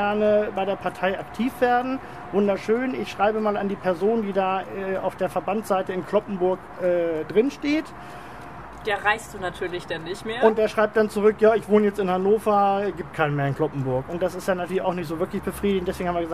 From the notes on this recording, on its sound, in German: direkt von der Tribüne des SV Arminia Hannover von unserem kürzlich dort veranstalteten LandesPARTEItag